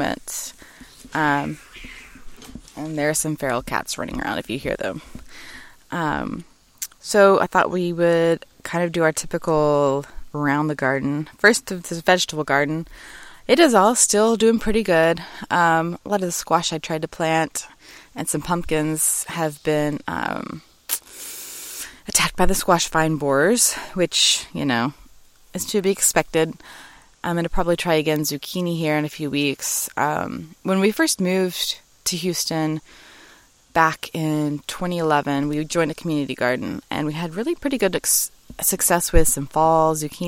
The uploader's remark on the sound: Live from My Backyard.